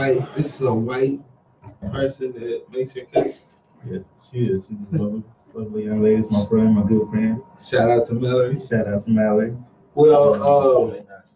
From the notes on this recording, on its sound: This week episode we have some slight Technical Difficulties.